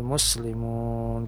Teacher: Kalau … kalimat di bacaan faqulu syahadu bi anna mus, nah itu sin matinya pindah, kadang-kadang aran tadi pindah kayak muslimun. Nah, mestinya kan huruf sin itu lebih berdesis sedikit daripada huruf ta ya